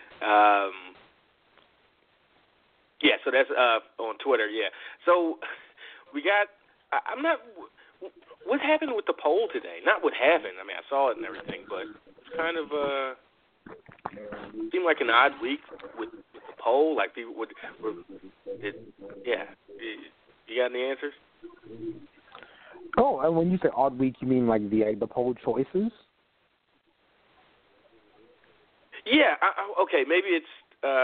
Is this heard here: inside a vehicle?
no